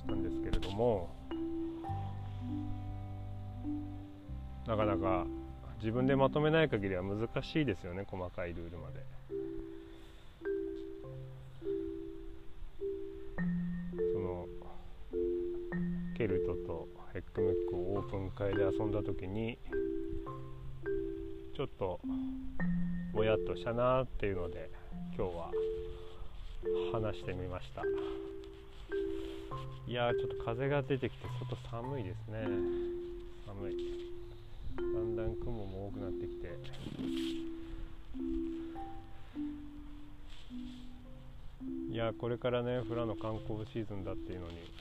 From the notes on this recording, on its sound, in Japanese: 外での収録なので自然の音が入ってます